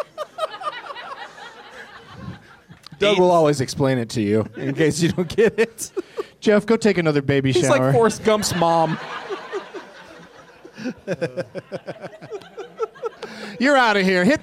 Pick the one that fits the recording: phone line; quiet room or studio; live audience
live audience